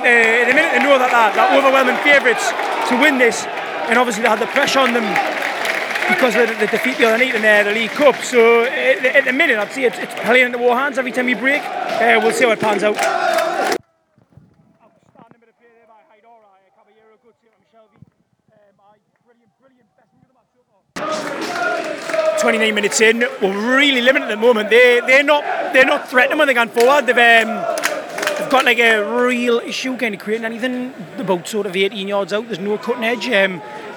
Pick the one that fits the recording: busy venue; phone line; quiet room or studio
busy venue